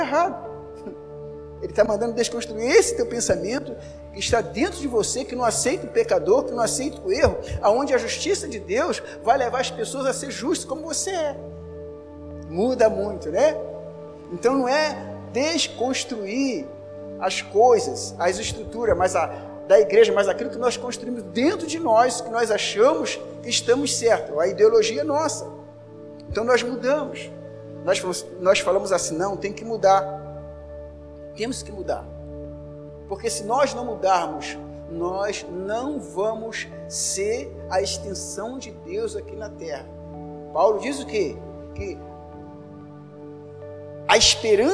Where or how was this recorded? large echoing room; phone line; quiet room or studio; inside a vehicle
large echoing room